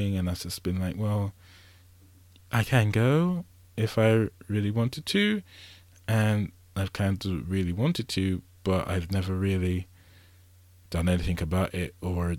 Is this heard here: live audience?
no